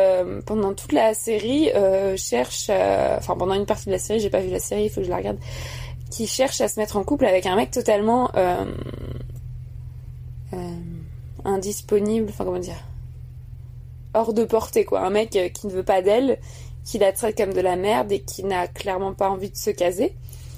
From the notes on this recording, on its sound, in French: Il a été enregistré le 19 février 2020 sur un ferry finlandais.